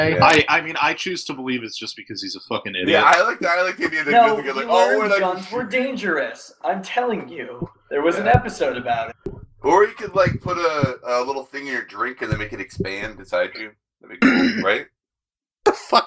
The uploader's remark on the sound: Recorded at the end of last August. Sorry for the bad audio quality; I was only able to get was a mix down of it, so if you listen on headphones, there's a chance you'll be annoyed by the background noise of one specific person.